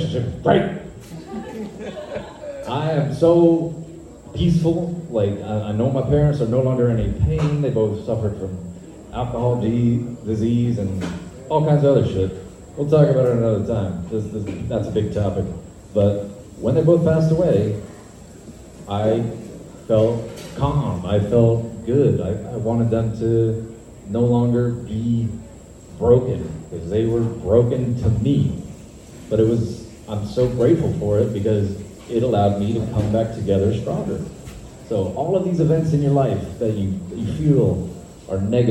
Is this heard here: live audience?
yes